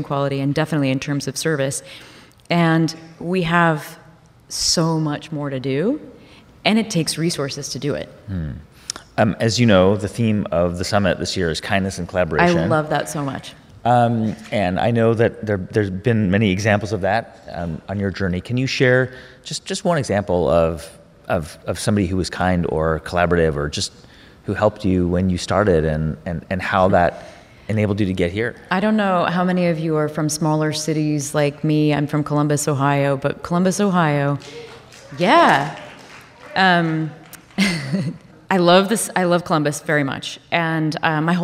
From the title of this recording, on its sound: Live From The HIBT Summit